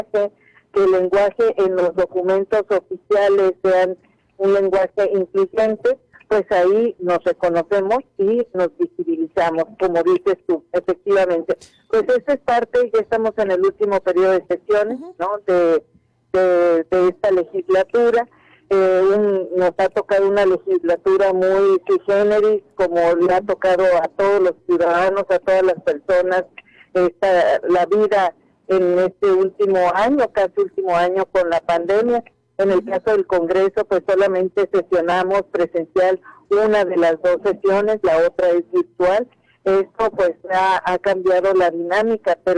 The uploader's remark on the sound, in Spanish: Entrevista telefónica Oreja 102.5 FM. Cajeme.